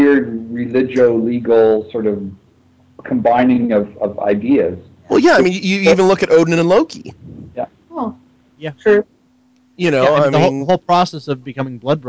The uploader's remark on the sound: Troth Skype Moot. We managed to stuff almost 10 people into a single audio chat room to talk about the Ancestors.